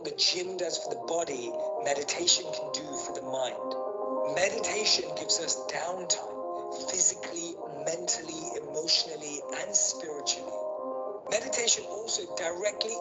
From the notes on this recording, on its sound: This episode is a recording of a webinar from The Football Mental Health Alliance